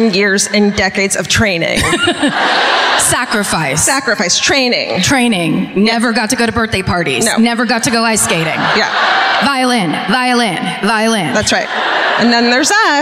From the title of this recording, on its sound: Live at the Davies Symphony Hall in San Francisco